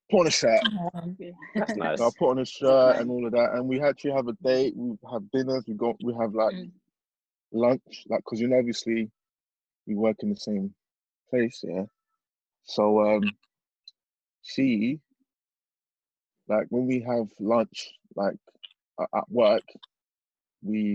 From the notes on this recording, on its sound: Please excuse the sound quality, we recorded this via zoom as we are unable to record in our usual studio due to COVID-19.